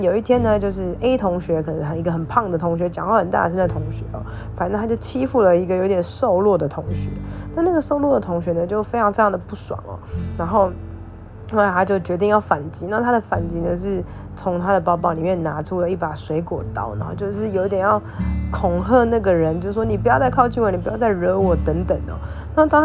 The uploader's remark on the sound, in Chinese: 就直接錄音起來（邊錄邊玩手機線結果都錄進去了，音質請見諒）。